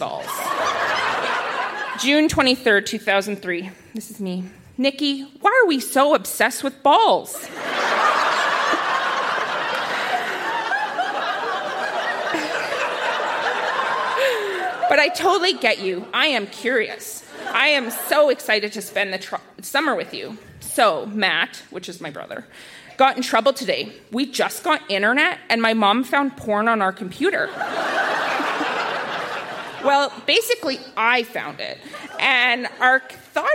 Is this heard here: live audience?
yes